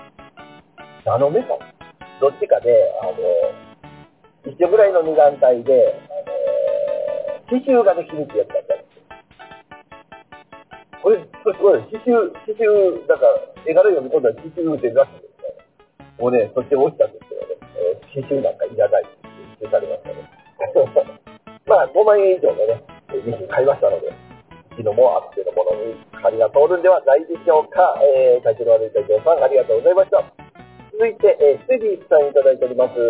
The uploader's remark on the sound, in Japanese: 音質難あり。音質が悪くなっております。